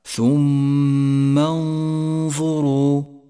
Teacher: والراء في الكلمة نفسها راء مفخمة لأنها جاءت مضمومة